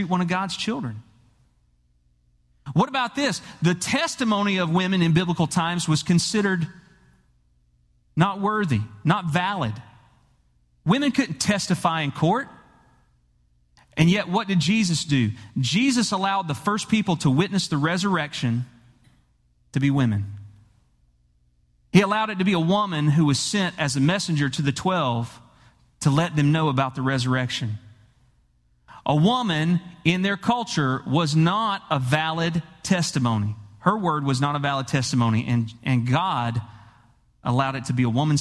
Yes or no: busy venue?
no